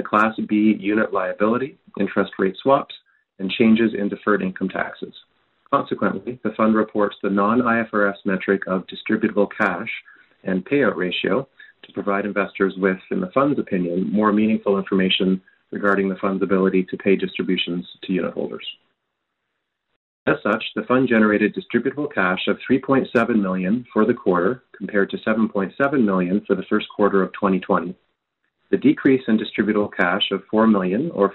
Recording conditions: phone line